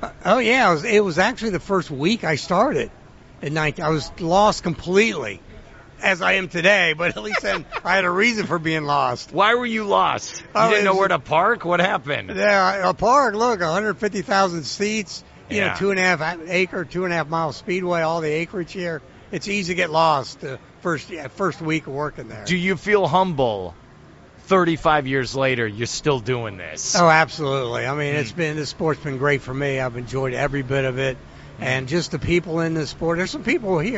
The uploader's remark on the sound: joined live at the Daytona International Speedway